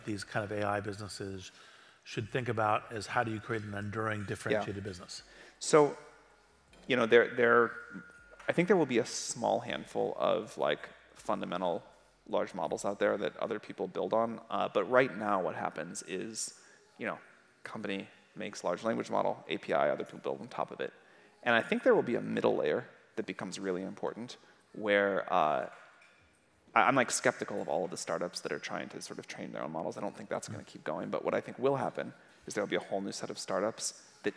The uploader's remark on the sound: recorded during Greylock's Intelligent Future summit in August 2022